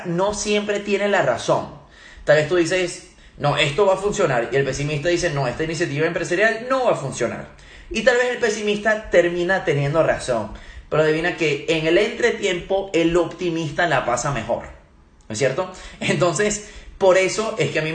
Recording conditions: phone or laptop microphone